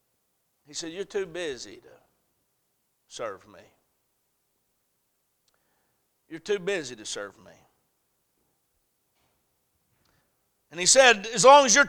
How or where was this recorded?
large echoing room